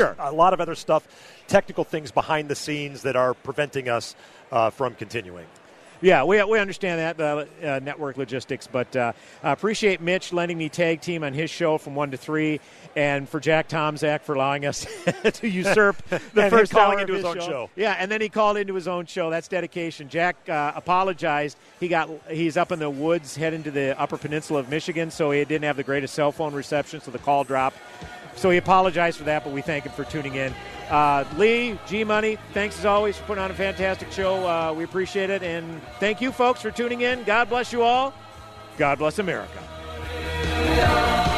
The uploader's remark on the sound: Live From The GOP Convention